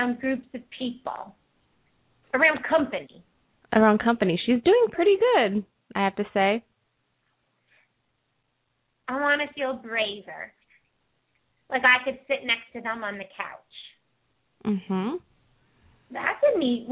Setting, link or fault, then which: link, phone line